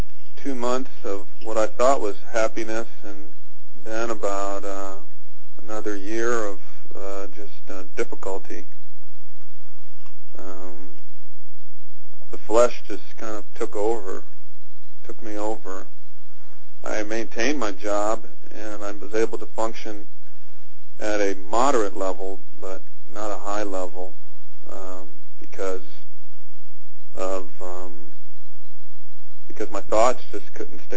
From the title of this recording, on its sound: FEBRUARY 13, 2011 CONFERENCE CALL